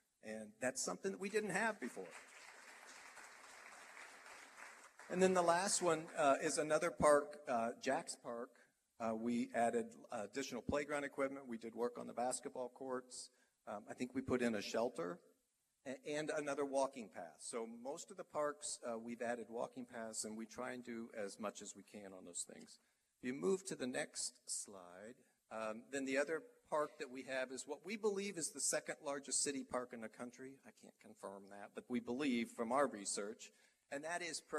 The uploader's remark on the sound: Live at the State of The City for The City of Muncie.